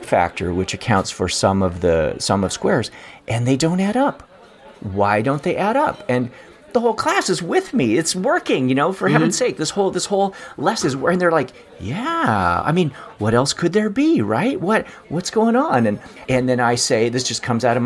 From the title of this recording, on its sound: Live from The Rusty